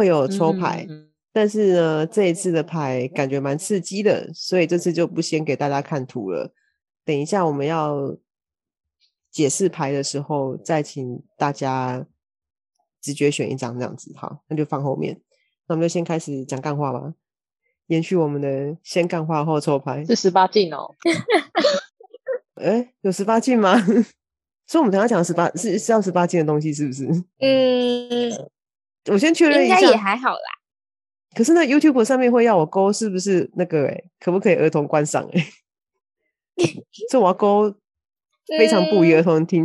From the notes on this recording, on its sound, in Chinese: 也撥出時間共聚online，。在艱辛的網路連線環境中，克難地錄製節目，。